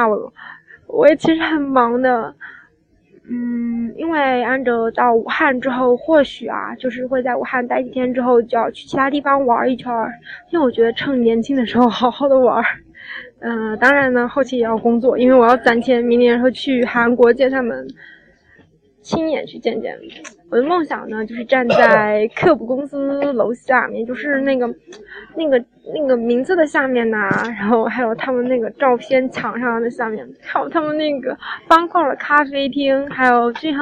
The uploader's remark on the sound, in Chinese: 在郑州通往武汉的火车上录制的，环境比较杂乱望谅解！